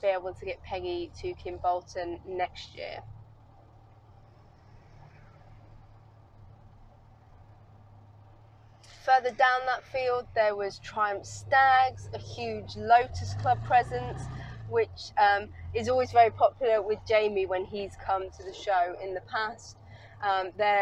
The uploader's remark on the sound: All recorded from my 1968 Morris Minor, Peggy. Kimbolton Country Fayre.